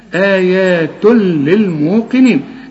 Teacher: اوعى تغن وتقول آيات لا، الزنة دي ممنوعة، آيات للموقنين، والقاف انت عارف انها مفخمة، لكن في اخر درجات التفخيم لانها مكسورة